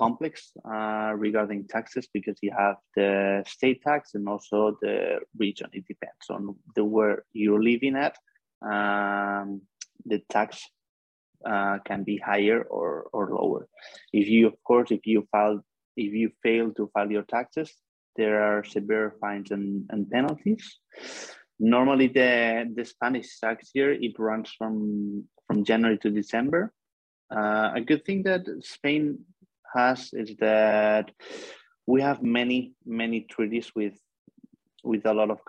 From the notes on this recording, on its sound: For those joining us on Zoom